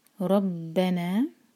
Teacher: را پر فتحہ، را ہیوی ہوگا